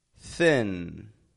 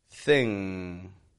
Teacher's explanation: when you make the N in English, mm, your tongue should be just behind your teeth. The regular N, just behind the teeth. Mm. Now, the NG, the back of the tongue is touching your soft palate in the back of your mouth.